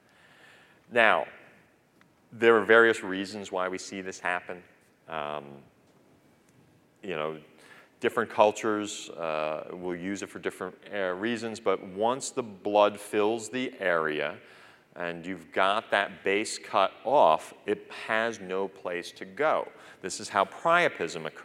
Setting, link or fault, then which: setting, large echoing room